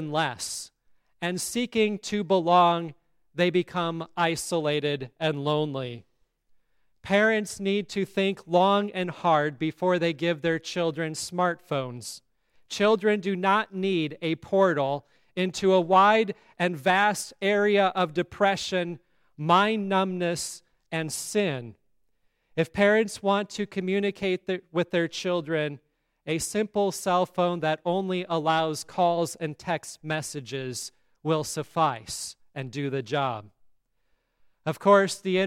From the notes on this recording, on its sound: Sermon on All Saints' Day at Grace Lutheran Church, Lexington, MO.